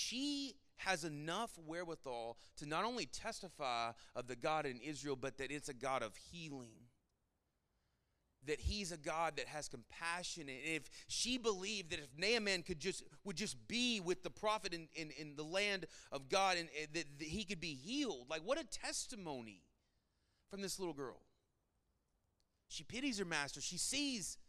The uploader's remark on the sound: Sermon Audio from our Worship service.